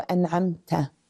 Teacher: المظهرة تكون النون الساكنة إذا كان بعدها حرف من حروف الحلق، نحو أنعمت · Term: النون المظهرة